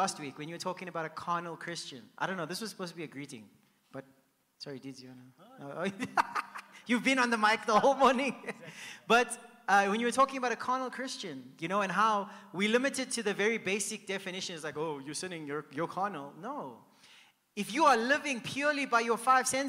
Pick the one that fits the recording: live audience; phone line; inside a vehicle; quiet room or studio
live audience